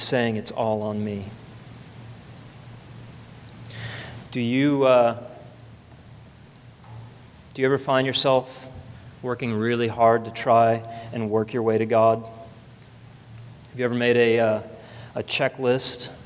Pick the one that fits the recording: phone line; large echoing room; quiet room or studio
large echoing room